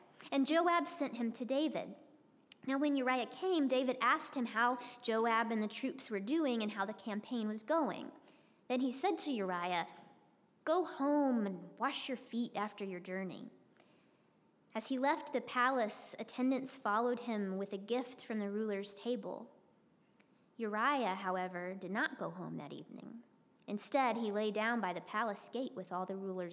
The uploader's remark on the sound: preached at Northminster Church on March 8, 2020